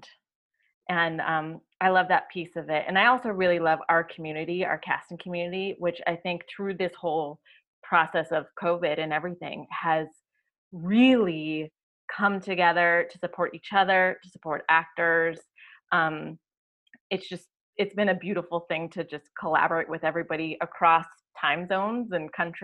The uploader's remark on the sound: Roundtable on Zoom!